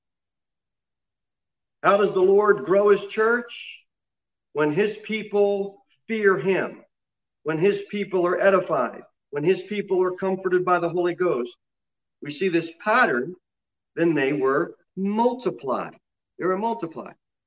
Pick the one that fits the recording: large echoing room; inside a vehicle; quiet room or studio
large echoing room